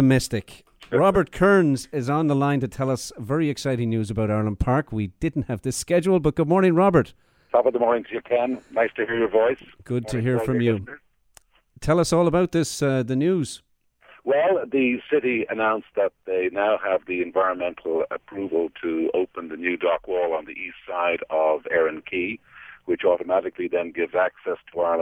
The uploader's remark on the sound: calls in from cottage country